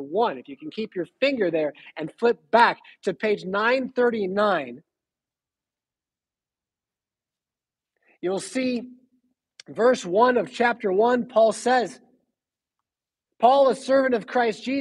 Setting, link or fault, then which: setting, large echoing room